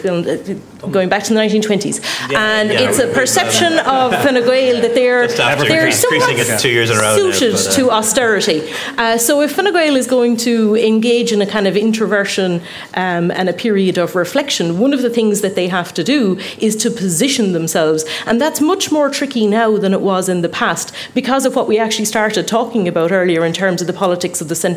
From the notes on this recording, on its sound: The first ever episode of Inside Politics recorded in from of a live audience.